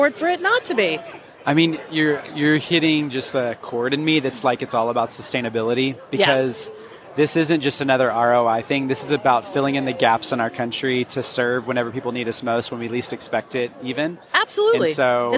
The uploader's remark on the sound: LIVE from New Orleans. While at AFP ICON. (live and in-person!).